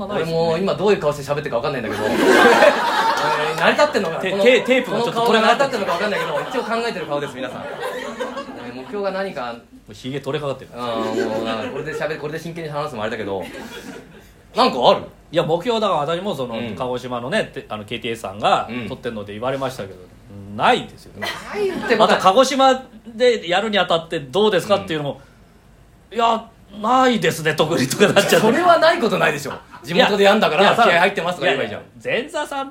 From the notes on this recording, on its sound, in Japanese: 公開収録。From Radiotalk。